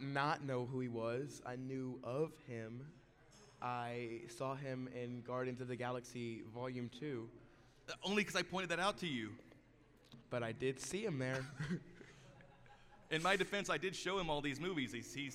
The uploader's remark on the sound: LIVE from RogueCon'23